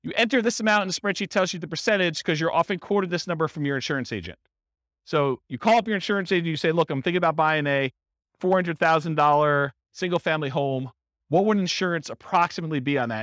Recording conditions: live audience